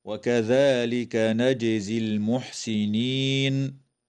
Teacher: تقلقل الجيم وصلا ووقفا في كلمة نجزي